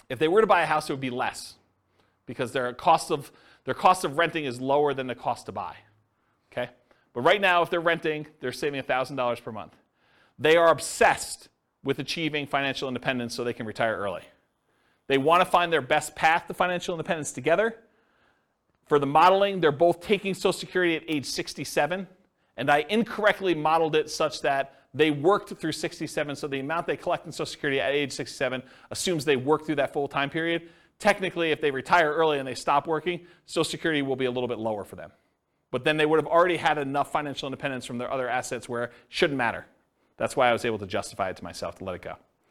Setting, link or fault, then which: setting, live audience